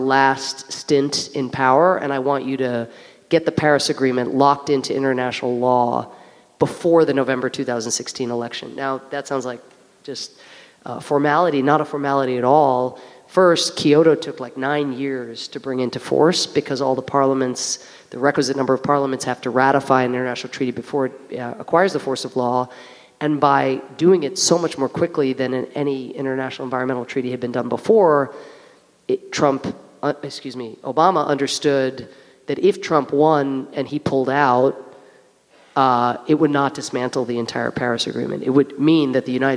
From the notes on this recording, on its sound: Recorded at Town Hall Seattle on September 16, 2019